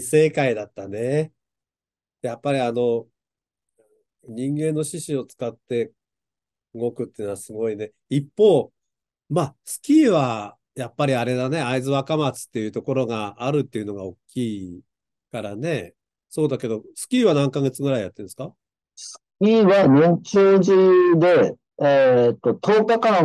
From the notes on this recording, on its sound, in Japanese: 音声に乱れがあることをご容赦願います